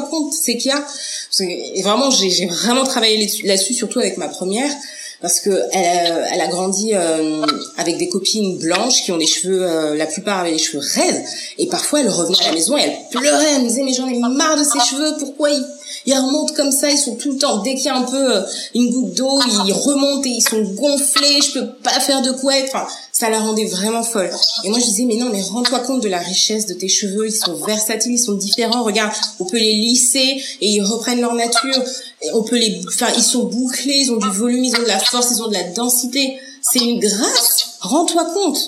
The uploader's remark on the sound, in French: Dû à quelques difficultés techniques lors de l’enregistrement réalisé à distance pour les besoins du confinement actuel, la qualité du son est quelque peu altéré.